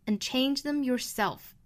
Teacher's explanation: 这个 and 也是弱读成 n